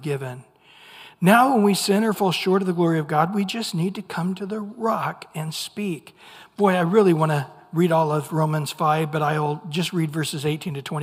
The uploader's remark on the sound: Recorded at Calvary Chapel of Los Alamitos on Aug 16 2023 on Wednesday evening sermon.